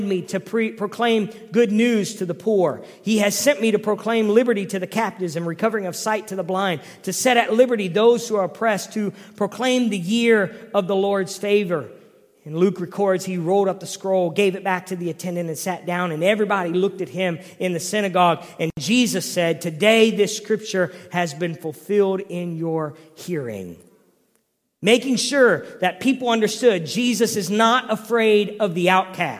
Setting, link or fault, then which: setting, large echoing room